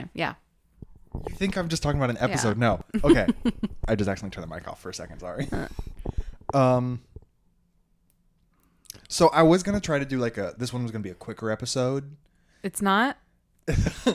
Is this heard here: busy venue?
no